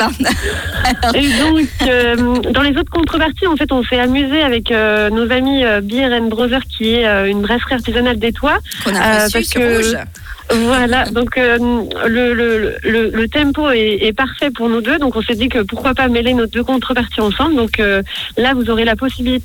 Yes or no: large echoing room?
no